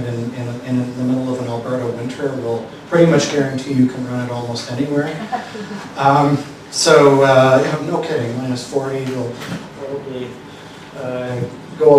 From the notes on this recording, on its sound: This lecture took place at The Institute of World Politics on April 17, 2023.